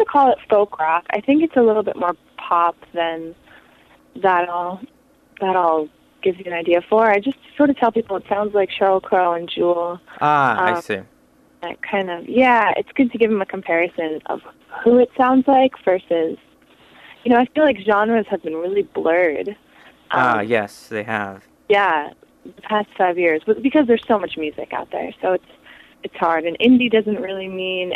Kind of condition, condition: link, phone line